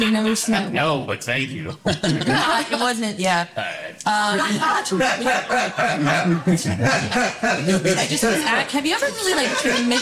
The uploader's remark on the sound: LIVE FROM THE WESTSIDE COMEDY THEATER. I am plugging away on making these live shows the best quality possible.